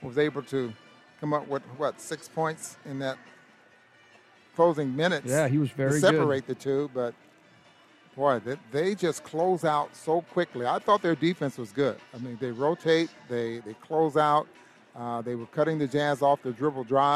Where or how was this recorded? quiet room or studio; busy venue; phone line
busy venue